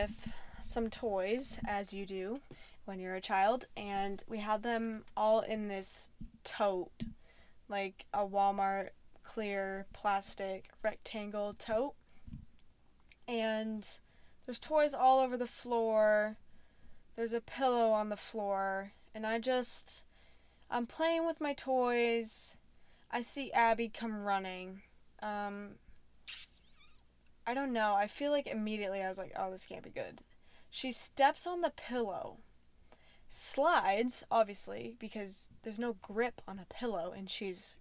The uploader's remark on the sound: Sorry about the microphone moving in the background....